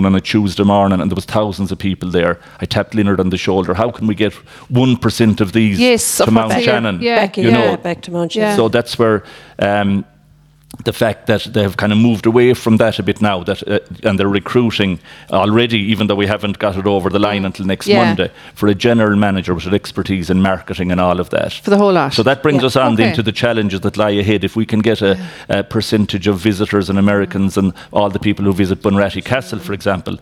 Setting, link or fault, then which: setting, busy venue